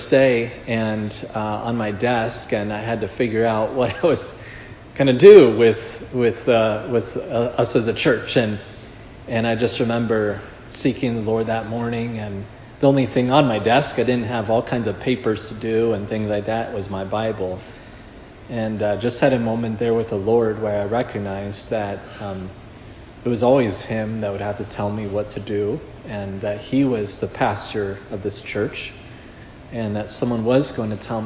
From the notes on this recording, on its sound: This sermon was preached at Providence Church on October 30, 2022.